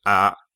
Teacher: in running speech, it's basically always reduced to a short, low tone with creaky voice